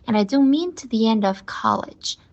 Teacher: 那像一些介词、冠词，就比如说 to 和 the 这种，它英语里面就会很轻很快地读出去